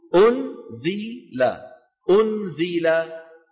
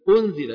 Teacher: فيبقى من النون إيش؟ غنتها، يبقى من النون غنتها، ويخرج من الفم صويت · Shown in: second take · Term: الإخفاء